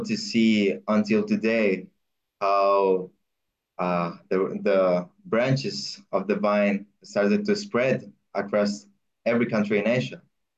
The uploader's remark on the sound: Sunday zoom Meeting